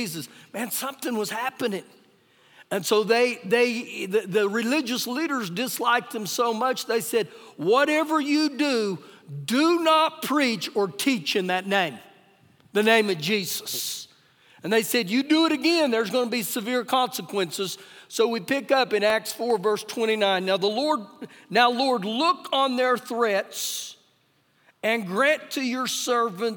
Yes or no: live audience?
yes